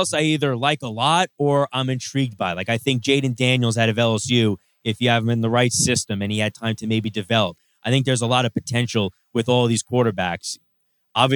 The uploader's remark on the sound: NYNY Live from Katch Astoria